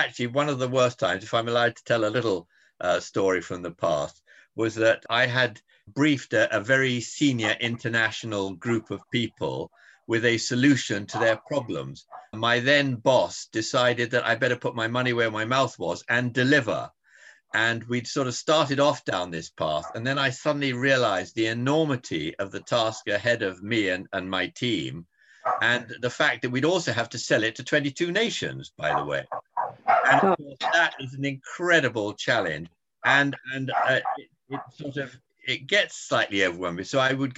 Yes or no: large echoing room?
no